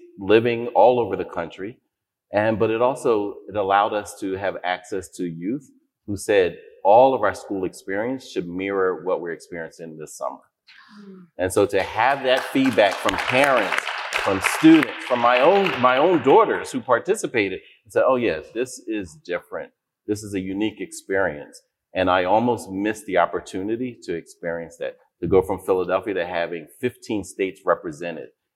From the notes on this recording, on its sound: Recorded during this year's Grantmakers for Education Annual Conference